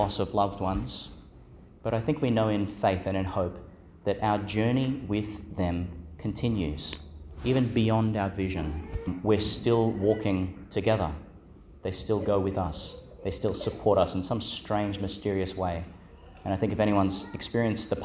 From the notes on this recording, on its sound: Homily for the Solemnity of Pentecost, 2022, delivered in Our Lady to Star of the Sea, Qld.